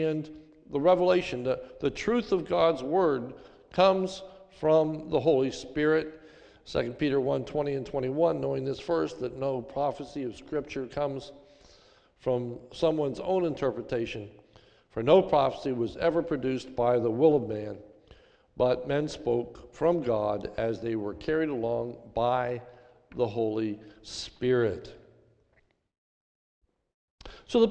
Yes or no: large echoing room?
yes